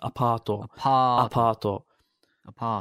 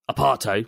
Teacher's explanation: Make sure the pa noise, you extend that. · Shown in: first take